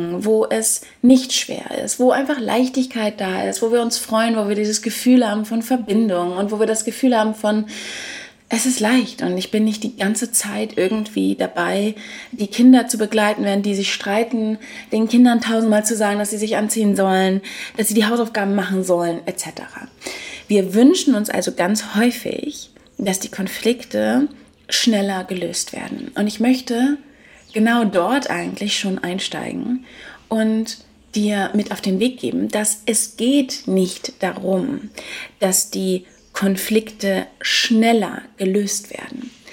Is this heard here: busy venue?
no